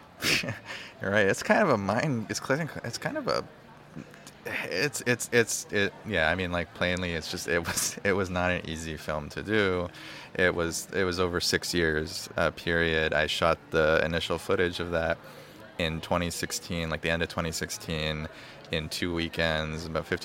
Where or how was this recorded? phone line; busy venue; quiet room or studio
busy venue